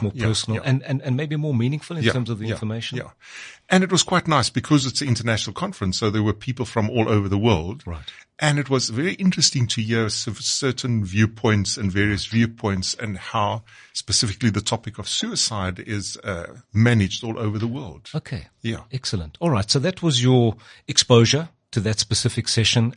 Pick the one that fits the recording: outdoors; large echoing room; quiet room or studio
quiet room or studio